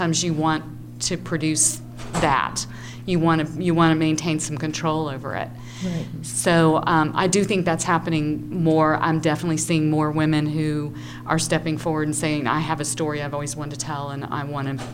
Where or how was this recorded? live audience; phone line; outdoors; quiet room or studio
live audience